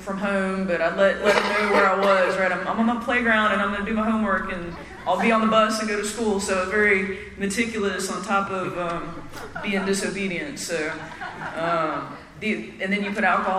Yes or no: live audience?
yes